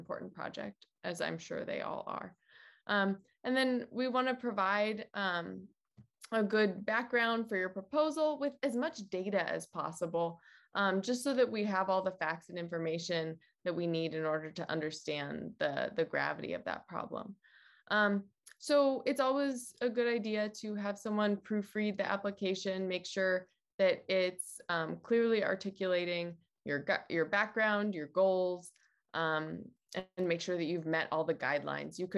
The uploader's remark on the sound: A Zoom presentation by the Iowa City Human Rights Commission